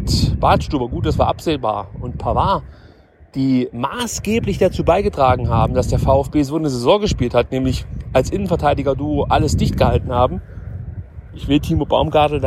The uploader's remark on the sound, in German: Nutze eine Wanderpause in den Dolomiten um selbige in ein Handymikrofon zu sabbeln. Dementsprechend bitte ich Windgeräusche und Hirngespinste zu entschuldigen.